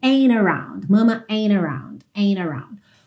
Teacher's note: esse T pode ser omitido e você então vai ouvir a ligação direto no N